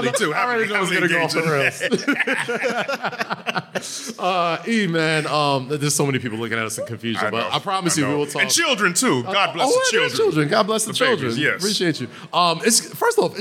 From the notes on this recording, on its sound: live at the SummerSlam Store